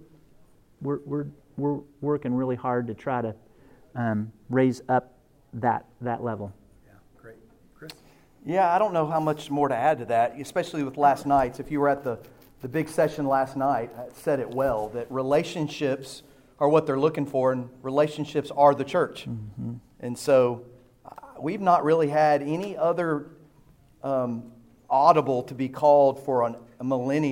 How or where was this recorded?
live audience